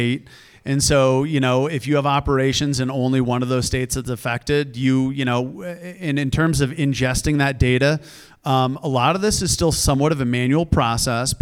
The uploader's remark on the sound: LIVE EPISODE! Coming to you from the PDI 2023 Users Conference in Denver, CO.